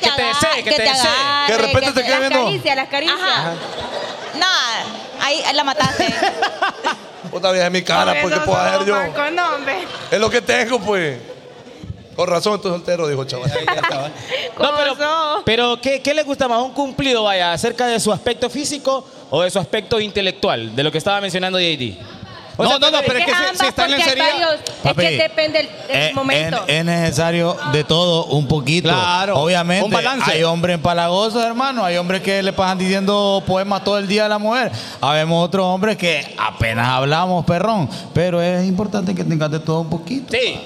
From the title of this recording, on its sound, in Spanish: desde CerveceriaLa20